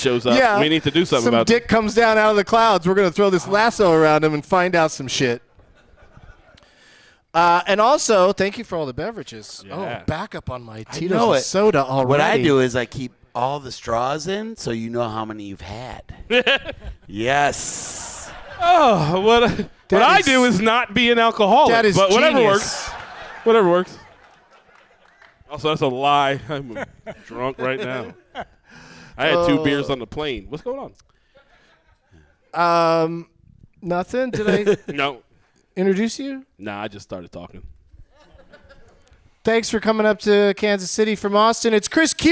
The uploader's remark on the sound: Live from the Alamo Drafthouse in Kansas City